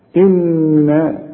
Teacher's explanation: لازم النون تغنها بمقدار حركتين لانها اتنين نون